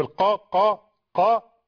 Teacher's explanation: حرف القاف أول حاجة أقصى اللسان، أقصى اللسان، شوف القا قا قا، حرف القاف يخرج من أقصى اللسان مع ما يحاذيه من المنطقة الرخوة من الحنك الأعلى